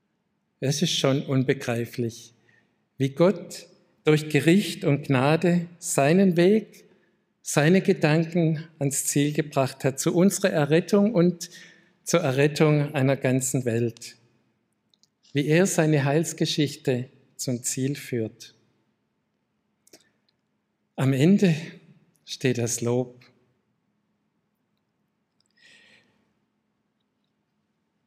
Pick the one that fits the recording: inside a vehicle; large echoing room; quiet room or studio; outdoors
large echoing room